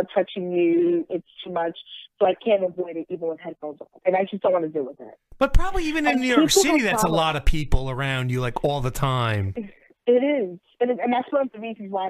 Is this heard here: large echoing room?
no